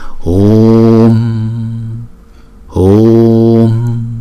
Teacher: Chữ hum chúng ta đọc là chữ hu trước, rồi hai nhịp. Vì chữ U có dấu gạch ngang, chúng ta đọc hai nhịp, rồi sau đó chúng ta mới đóng chữ U lại.